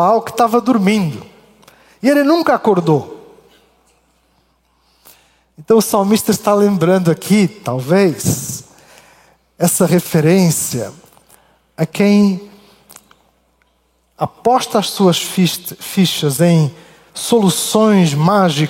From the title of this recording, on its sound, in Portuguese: Culto Ao vivo IBMorumbi